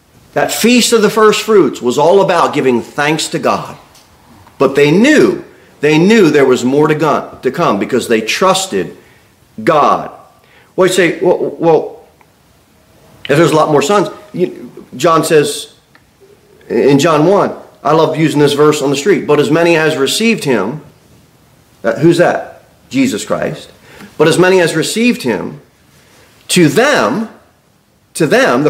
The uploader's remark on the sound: Sermon delivered at Pilgrim Baptist Church on Sunday, December 31, 2023, at 11-15 am. Pilgrim Baptist Church, located at 229 W. Jere Whitson Rd. Cookeville, TN 38501.